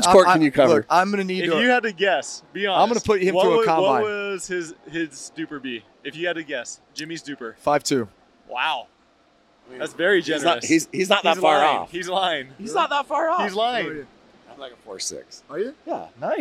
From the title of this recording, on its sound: Live From Super Bowl LVIII